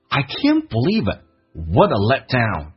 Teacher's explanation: Let 的 t 要去掉，不是 let down,因为两个辅音在一起只用发后面一个，气流阻塞一下叫 letdown